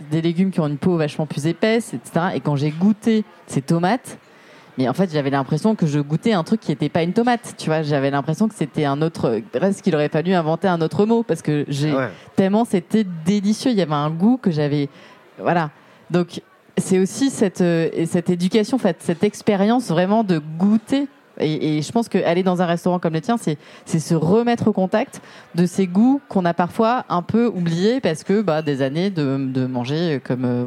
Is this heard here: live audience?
yes